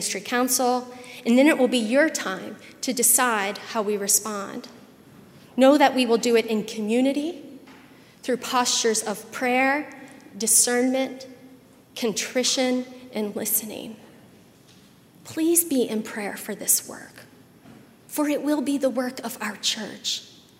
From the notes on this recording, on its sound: at Highland Baptist Church, Louisville, Kentucky